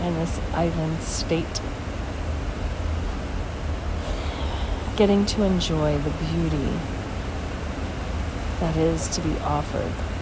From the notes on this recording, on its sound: Basseterre, St. Kitts. Special Edition On Location Walk and Talk.